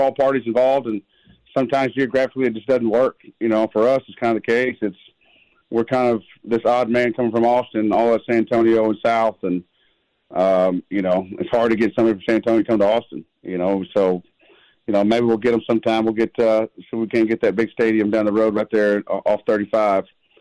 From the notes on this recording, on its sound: joins via phone